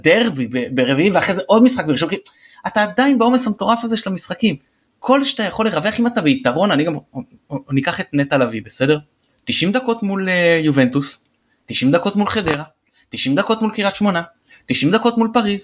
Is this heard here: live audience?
no